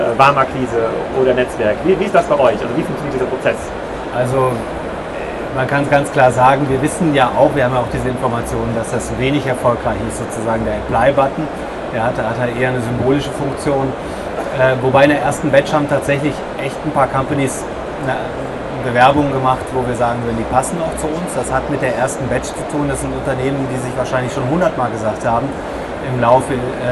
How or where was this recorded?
busy venue